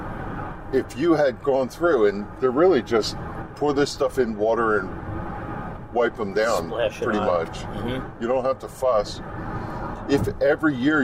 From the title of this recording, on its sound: In the Car